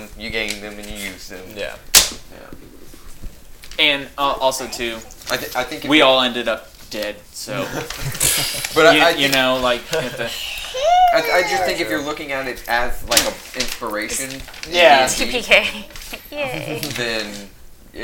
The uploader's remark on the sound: We apologize for some of the background noises we had some mic issues that we can not edit out very easily.